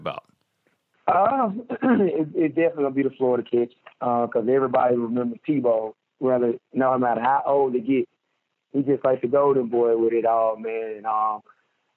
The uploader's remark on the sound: on the Modern Woodmen phone line